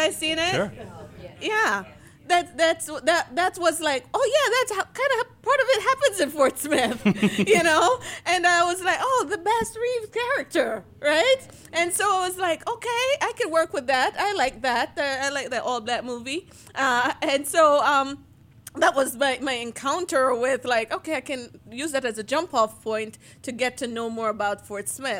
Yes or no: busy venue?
yes